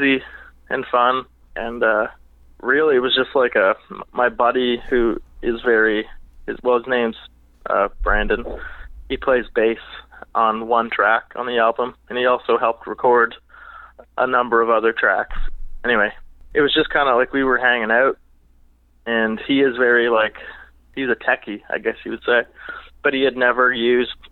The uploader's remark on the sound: We spent some time on the phone